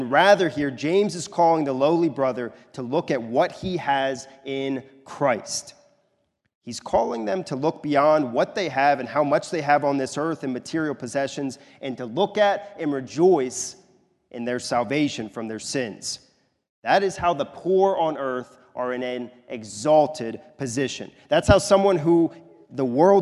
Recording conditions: large echoing room